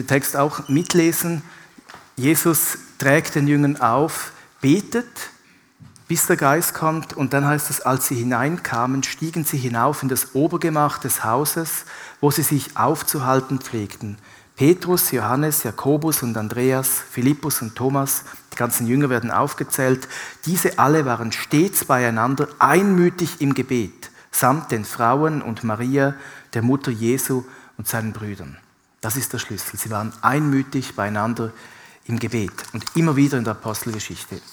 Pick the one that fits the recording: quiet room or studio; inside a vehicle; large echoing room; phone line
large echoing room